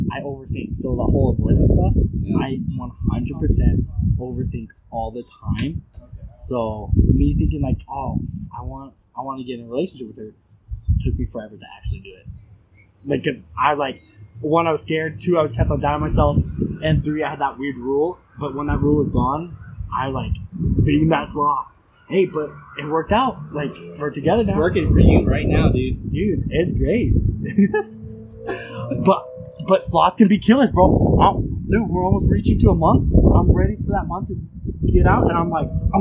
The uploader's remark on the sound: Sorry for the wind